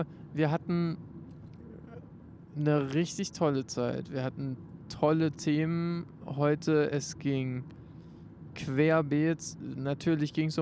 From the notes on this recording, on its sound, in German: 1 Mikro und 1 Auto. Zur Abwechslung wurde alles mit einem Mikrophon recordet, dabei aber trotzdem wie mittlerweile gewohnt nach dem Auftritt und einem langen Tag.